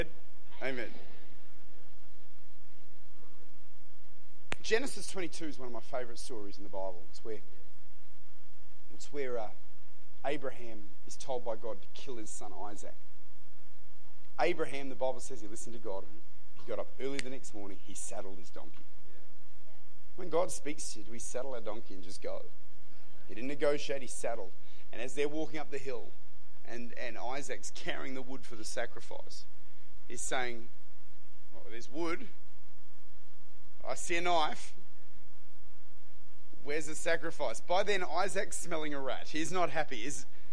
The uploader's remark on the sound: Recorded at Lifepoint Church